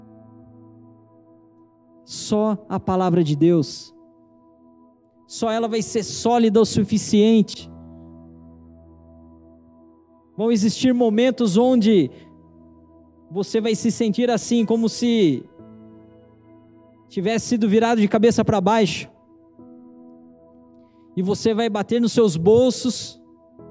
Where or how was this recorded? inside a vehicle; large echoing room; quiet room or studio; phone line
large echoing room